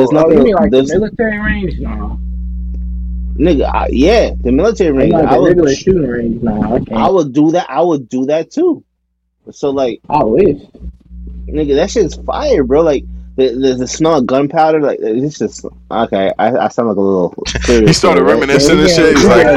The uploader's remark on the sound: Sorry for the minor audio errors